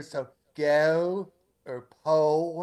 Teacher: in the South the vowels of places like Duke and go and so forth. The vowels are more fronted.